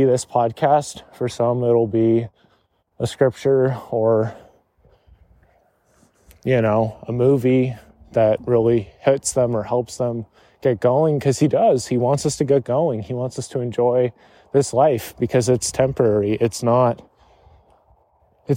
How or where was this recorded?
outdoors